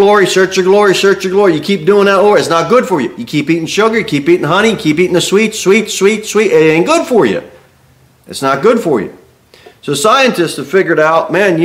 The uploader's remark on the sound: Sermon delivered at Pilgrim Baptist Church